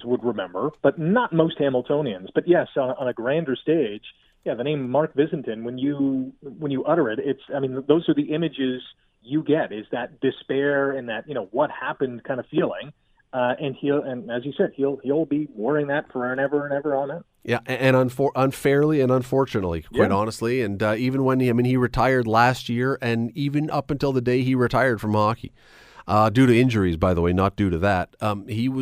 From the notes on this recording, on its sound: opens the phone lines to get your take on this.